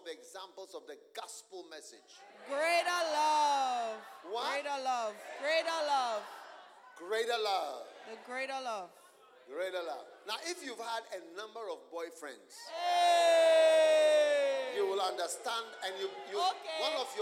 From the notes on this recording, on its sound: Preached at the Use It or Lose It Camp, USA.